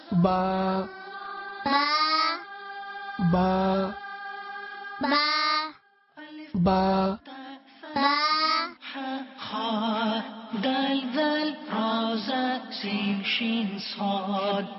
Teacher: আপনারা সব সময় মনে রাখবেন আরবিতে বায়ের উচ্চারণ উপর ও নিচের উভয় ঠোঁটের মাধ্যমে উচ্চারিত হয় এবং ঠোঁটের কিছু অংশ ভিজা হয় আর কিছু অংশ শুকনো হয়। আরবিতে বা উভয় ঠোঁটের ভিজা অংশের মাধ্যমে উচ্চারিত হয়।